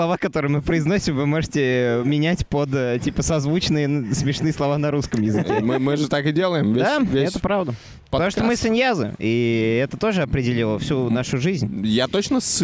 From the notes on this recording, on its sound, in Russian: Мы не будем бесконечно записываться на пляже